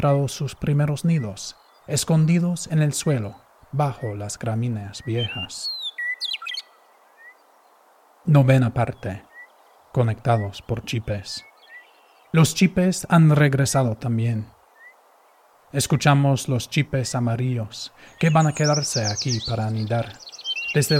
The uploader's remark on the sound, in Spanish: una grabación del Parque Las Canteras, Oaxaca de Juárez